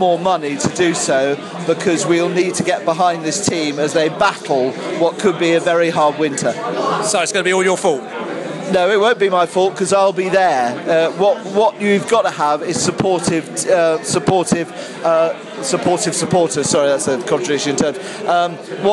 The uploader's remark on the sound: post-match podcast from the pub